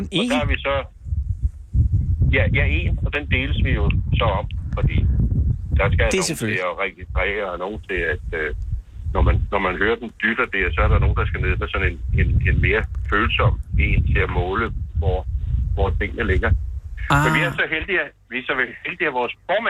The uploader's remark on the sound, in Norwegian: Live fra bisonfarmen